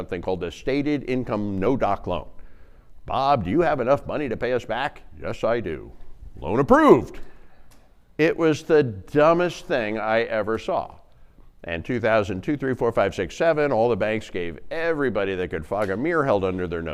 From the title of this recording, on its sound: Live Presentation